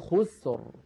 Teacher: الراء ساكنة، قبلها ساكن، وقبله مضموم وهو الخاء، إذا أيضا نفخمها